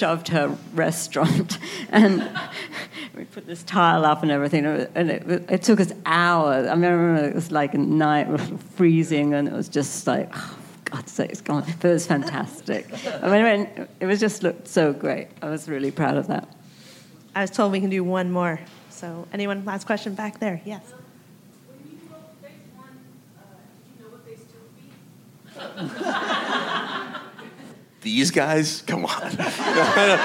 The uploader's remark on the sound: Recorded at ATX Television Festival